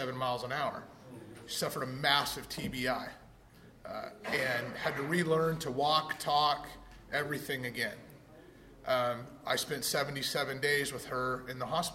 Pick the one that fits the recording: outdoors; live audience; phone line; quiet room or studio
live audience